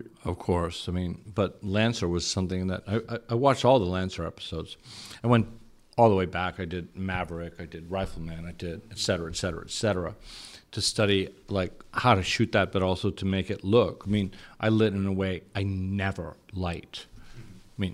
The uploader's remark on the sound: Recorded at Camerimage in Poland